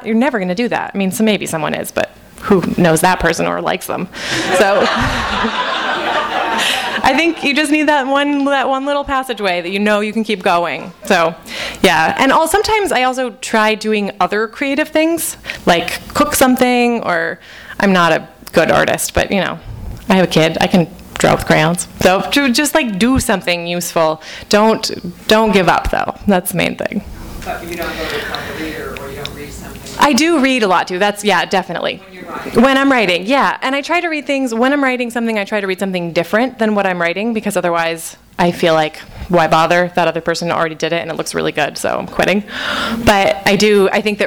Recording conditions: live audience